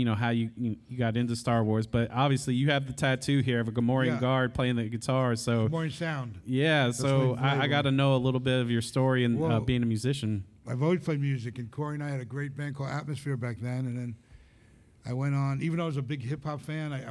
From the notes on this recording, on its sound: We are LIVE at ICCC Nashville!